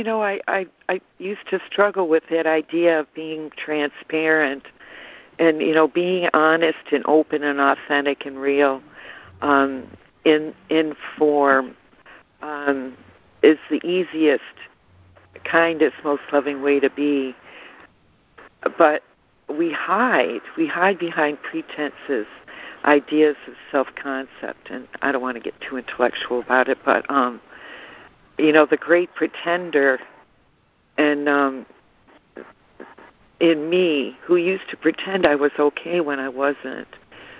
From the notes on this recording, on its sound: ACIM Daily Conference Call.